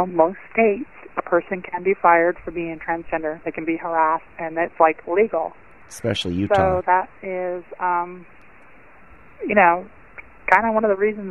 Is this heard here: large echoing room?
no